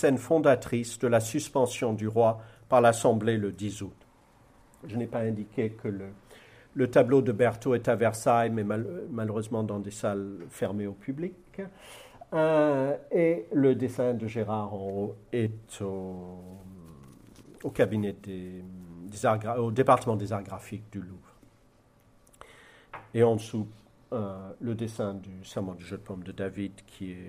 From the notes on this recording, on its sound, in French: l’invité à l’ENS de Lyon pour cette conférence